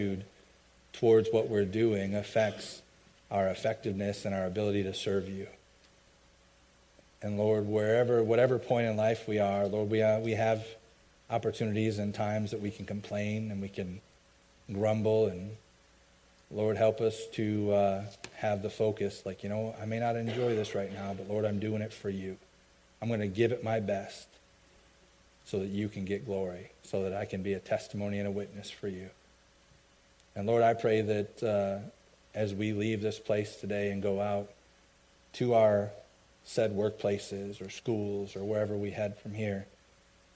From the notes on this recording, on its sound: i preached at my home church